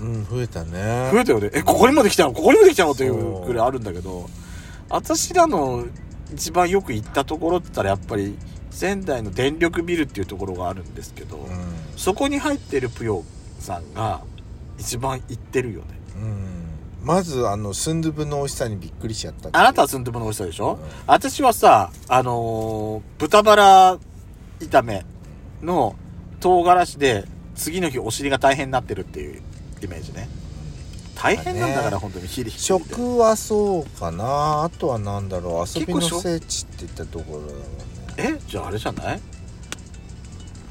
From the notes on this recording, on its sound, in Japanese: パーキング収録。